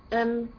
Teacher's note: عملت تصادم بين عضوي النطق بين الشفتين